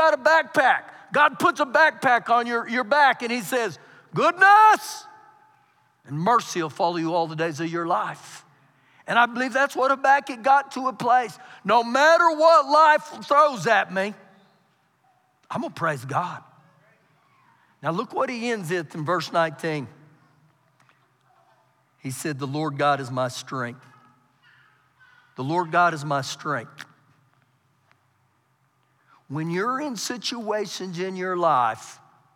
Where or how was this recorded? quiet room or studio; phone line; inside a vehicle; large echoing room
large echoing room